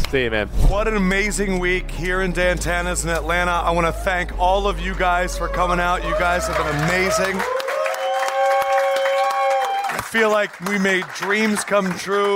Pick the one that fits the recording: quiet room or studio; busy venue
busy venue